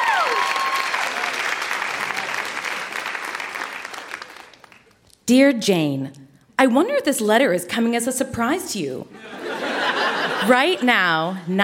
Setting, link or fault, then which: setting, live audience